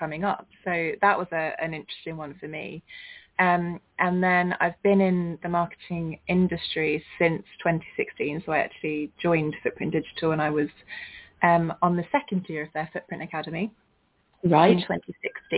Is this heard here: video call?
no